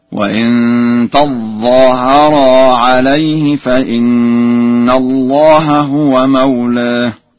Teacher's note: فقد قرأ ورش بتشديد الظاء · قرأ ورش بتشديد الظاء هكذا: وإن تظاهر عليه فإن الله هو مولاه.